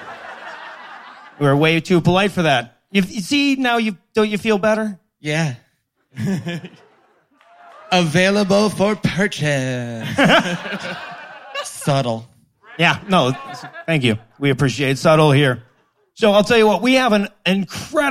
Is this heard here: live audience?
yes